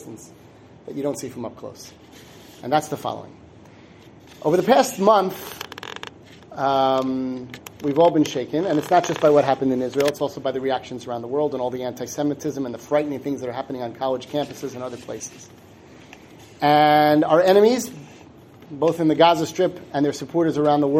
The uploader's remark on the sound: Given at the Synagogue of the Suburban Torah Center in Livingston, NJ